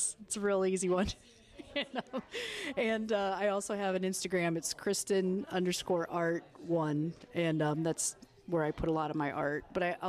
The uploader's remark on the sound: We've included a few more interviews with local artists that we recorded at our Local Artists Festival on October 22, 2022.